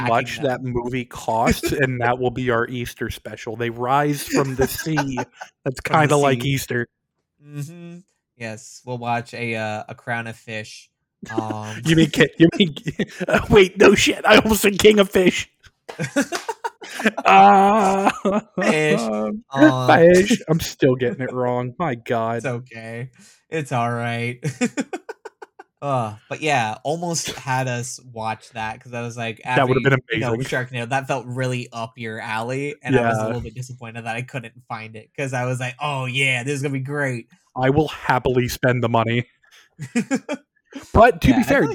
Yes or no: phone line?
no